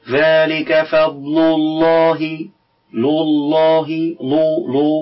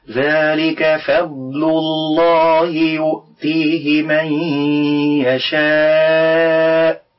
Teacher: يرقق اللام من كلمة فضل، لا سيما إذا كانت اللام مرققة وبعدها لام من اسم الله مفخمة · Shown in: second take